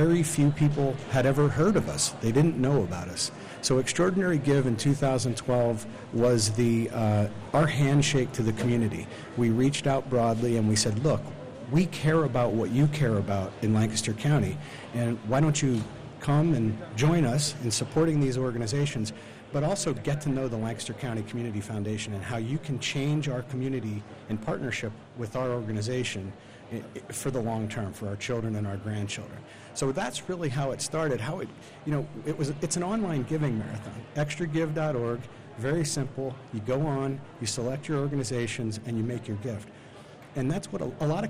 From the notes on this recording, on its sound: Extraordinary Give live broadcast. Smart Talk is live Friday morning at Lancaster's historic Central Market for the fifth annual Extraordinary Give fundraising campaign.